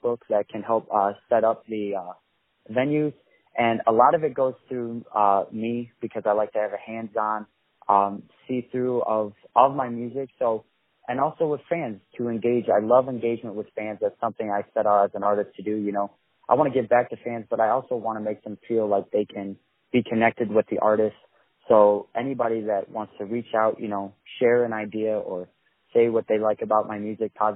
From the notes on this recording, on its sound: On the phone